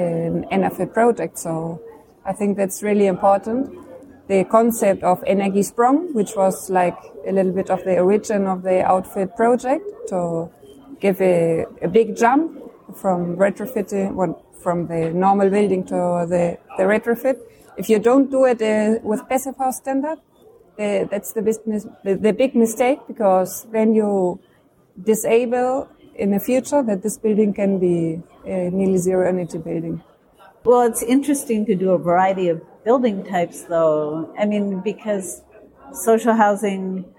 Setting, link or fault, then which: setting, busy venue